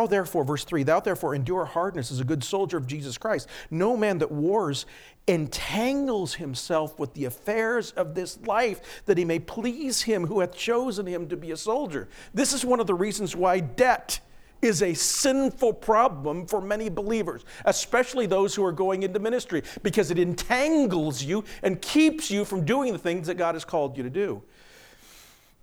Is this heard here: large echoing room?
yes